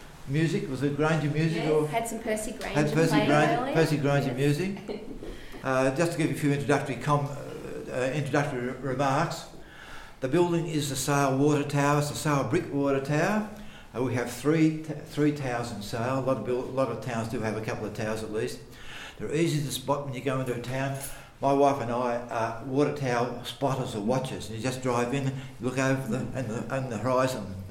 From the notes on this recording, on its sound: Melbourne newCardigan cardiParty Recorded Live. Our November Melbourne cardiParty was a wonderful day trip to Sale, with a trip to the historical Sale Water Tower (designed by John Grainger), lunch at an impeccably restored pub called the Criterion (built circa 1865) and finally a river cruise to check out the swing bridge.